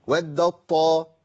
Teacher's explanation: يعني أقول مثلا ودت دي تاء، طائفة دي طاء، لو قلت ودت طاء أنت سمعت مني تاء خالص؟ أبدا، التاء ذهبت بالكلية وأبدلت بطاء ممثلة للطاء اللي بعديها، فبقت طاء مشددة · Term: الإدغام الكامل